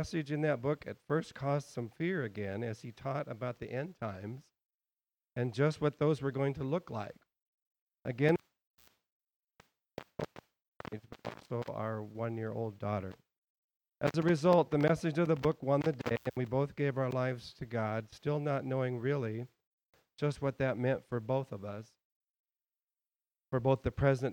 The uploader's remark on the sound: At The Well, an Acts 29 and Converge Heartland Church in Hastings, NE. This sermon is longer than normal due to two members going through elder-ship sharing their stories.